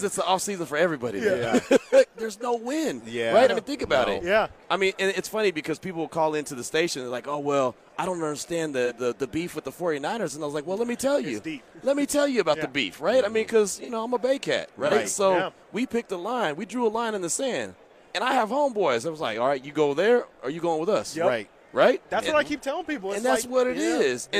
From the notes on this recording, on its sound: The Radio Row festivities continue live from Las Vegas